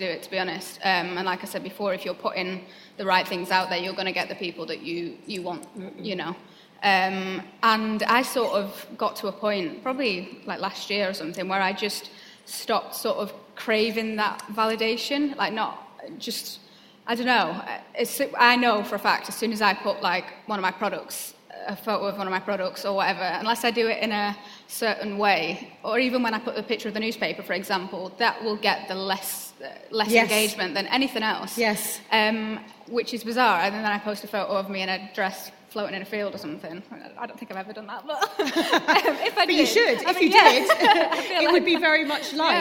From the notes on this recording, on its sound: This week’s episode is a LIVE special podcast from The Congregation of Inspiration 2019. The 12 hour day condensed into one podcast.